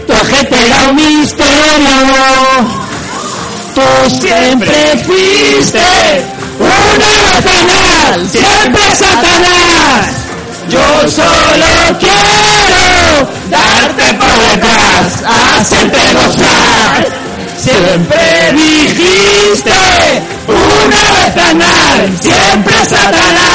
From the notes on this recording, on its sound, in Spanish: Este mes tenemos este episodio especial desde las JPOD 17 de Alicante en la Sala Clan Cabaret. Una noche genial con un público estupendo.